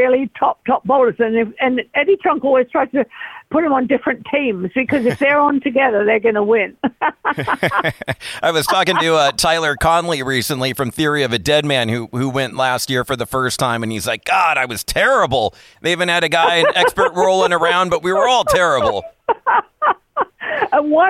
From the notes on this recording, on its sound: called